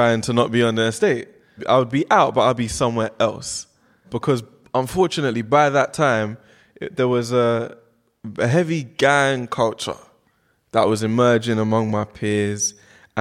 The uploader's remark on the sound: LONDON PODCAST FESTIVAL 2019. Recorded in front of a live audience at The London podcast Festival.